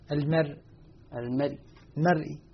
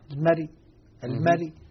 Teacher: الراء الساكن عند الوقف عليها بالروم ترقق تبعا للراء المكسورة المرققة